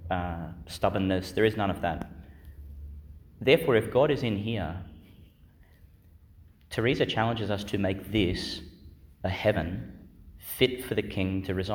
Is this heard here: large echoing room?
yes